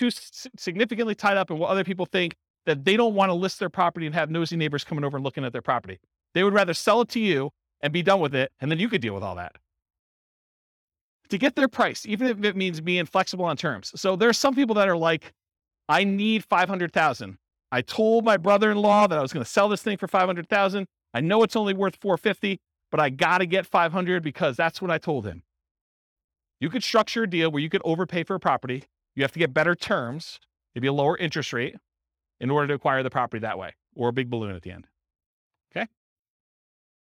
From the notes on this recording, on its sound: In Huntington Beach, California. This was a live class recorded. The live in-person version.